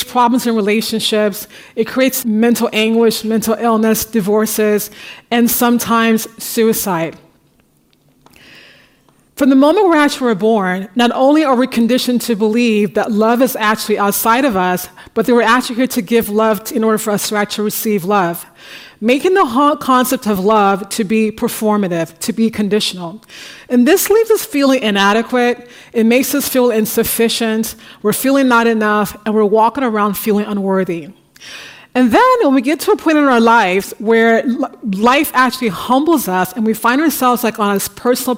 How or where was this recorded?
live audience